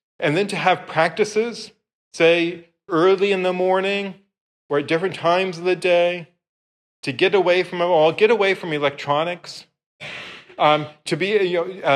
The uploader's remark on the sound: This lecture was given on July 17th, 2023, at St. Peter's Church on Capitol Hill.